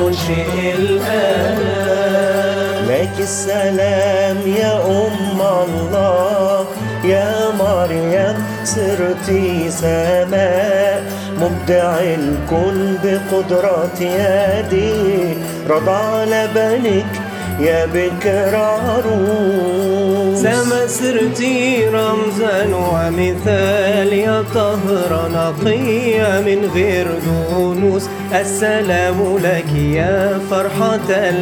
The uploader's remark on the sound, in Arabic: Version Mobil #خدمة_معزية_من_البيت. التسجيل_بالموبايلات_الشخصية. التسجيلات الصوتية بالموبايلات الشخصية.